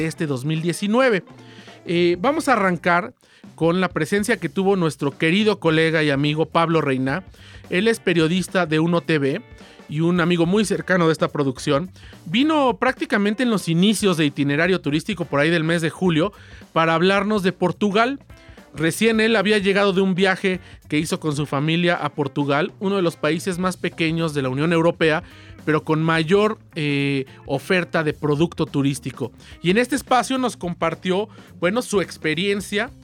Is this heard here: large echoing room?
no